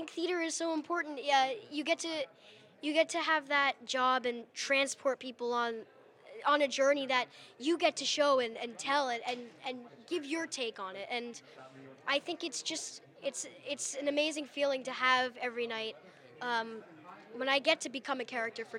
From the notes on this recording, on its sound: Live from the Theatre World Awards Red Carpet. Live on the red carpet of the Theatre World Awards. Featuring interviews from honorees and presenters.